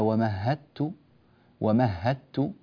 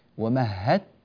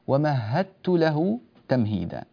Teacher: الدال تدخل في التاء دخولا كاملا فيتحدان تماما ولا يعود للدال أي أثر في النطق أبدا. ومهدت، هت من هاء لتاء مباشرة من غير مرور بالدال في الوسط تماما نهائيا ولا ريح من الدال. · Term: الإدغام الكامل